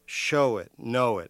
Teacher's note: the stress is on show and on know